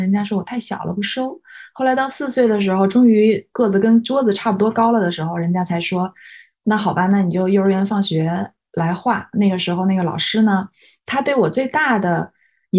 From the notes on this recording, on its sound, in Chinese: 因为疫情原因，我们这期节目仍然采用了线上云录制的方式，希望音质的损失和小噪音不影响大家的总体收听体验，期待能早日回到面对面录制的日子～。